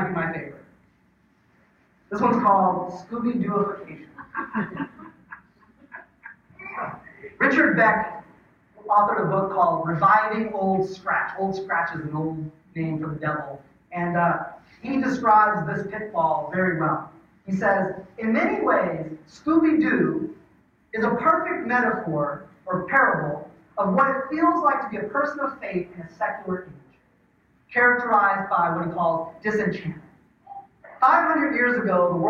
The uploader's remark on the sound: The audio for this sermon is not up to our typical standards